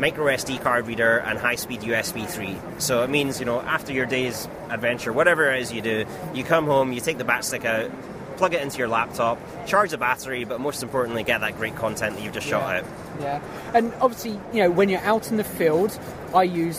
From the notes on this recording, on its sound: Live recordings from The Photography Show 2016. I recorded a number of conversions whilst there.